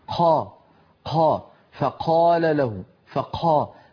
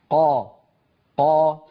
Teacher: أما الفصيح عليه أن يكون الصوت شديدا مجهورا · Shown in: second take